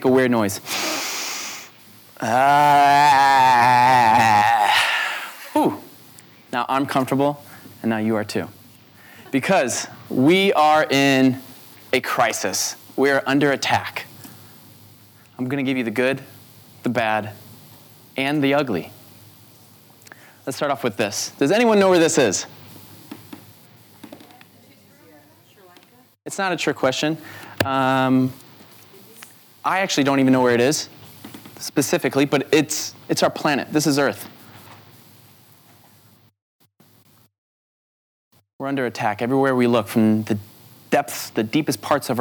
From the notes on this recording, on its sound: This talk was recorded at Vevolution Festival 2018.